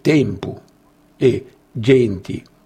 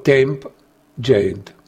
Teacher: la mancata scomparsa della vocale non accentata nell'ultima sillaba della parola · Shown in: first take · per cui il legnanese bustocco dice tempu e genti, dove i milanesi dicono temp, gent.